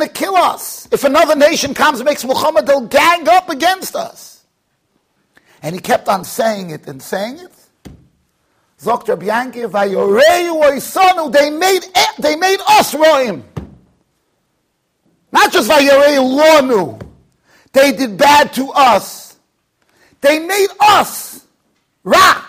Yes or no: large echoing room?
yes